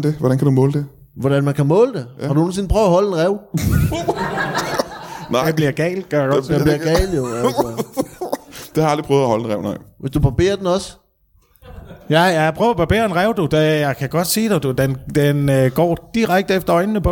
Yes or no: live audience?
yes